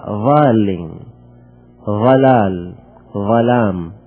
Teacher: وأما الضاد العراقية فليس بينها وبين الضاء فرق البتة، ظلام مثل ضلال بالضبط، مثل ضالين، ضالين، ضلال، ظلام، نفس الحرف.